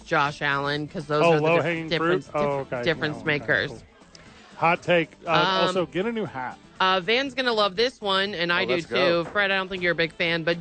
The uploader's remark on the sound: live from ABQ AXE